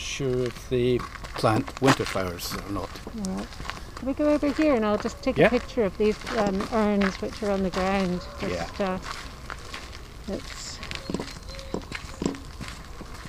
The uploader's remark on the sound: A walk round the grounds at Lauriston Castle